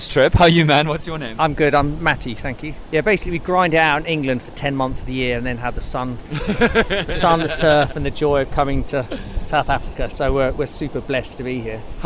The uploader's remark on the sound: Live At The J Bay Open